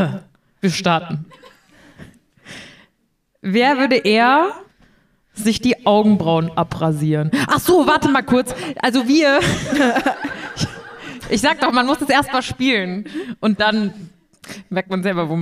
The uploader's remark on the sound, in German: Einen Live Auftritt von uns vergangene Woche auf dem Poddifest in Köln. Unser bisher größtes Publikum, dass wir eine Stunde lang beschallen durften.